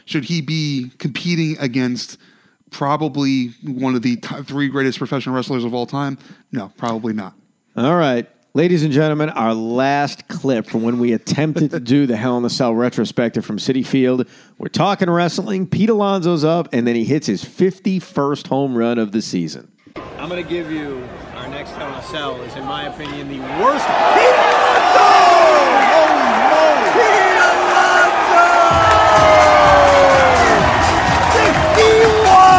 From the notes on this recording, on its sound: The two made an attempt to record this podcast at Citi Field. That didn’t go very well! They decide to play some clips throughout the podcast from their experience.